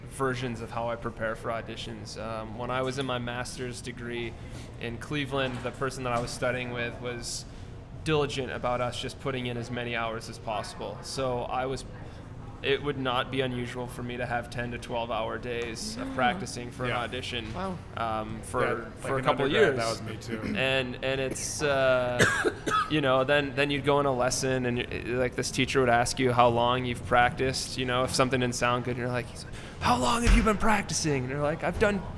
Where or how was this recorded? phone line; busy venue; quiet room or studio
busy venue